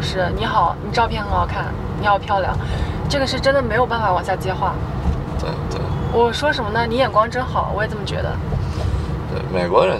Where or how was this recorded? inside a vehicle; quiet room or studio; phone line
inside a vehicle